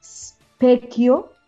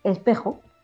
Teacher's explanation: Pues añadir una vocal antes de la palabra. · Shown in: second take · En vez de decir specchio, decimos espejo.